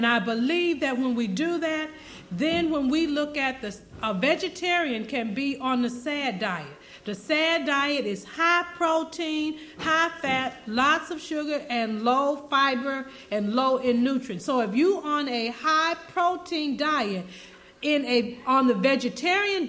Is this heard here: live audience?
yes